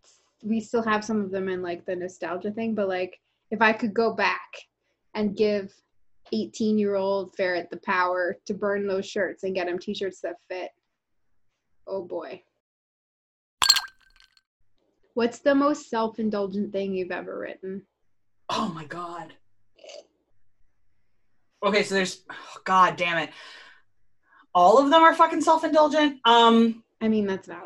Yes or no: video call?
yes